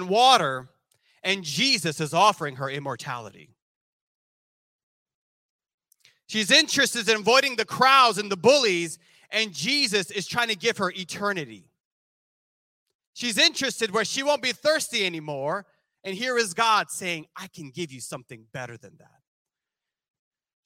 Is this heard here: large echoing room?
yes